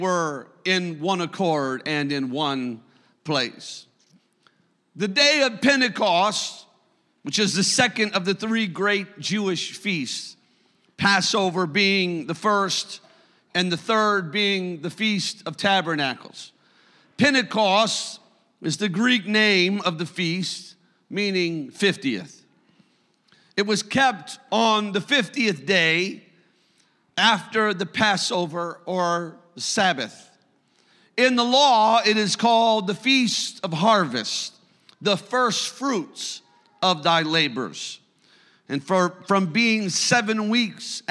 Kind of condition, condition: setting, large echoing room